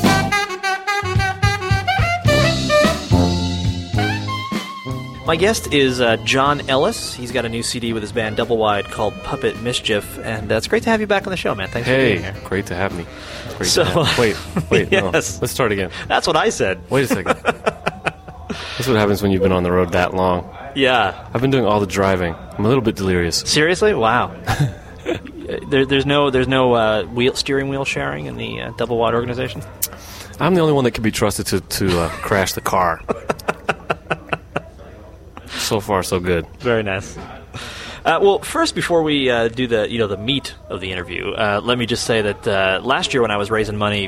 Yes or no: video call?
no